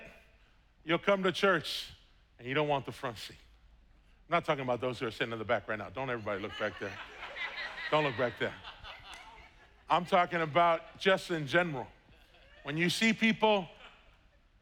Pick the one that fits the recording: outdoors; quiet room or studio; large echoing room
large echoing room